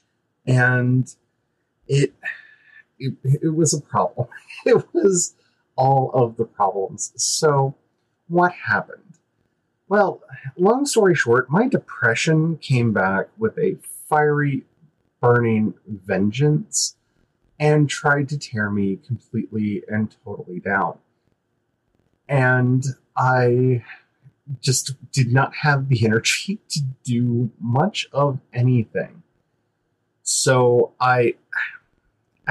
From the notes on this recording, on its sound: I want to apologize for the poor audio quality of this episode. I didn't catch that the software switched my microphone after the first minute of recording.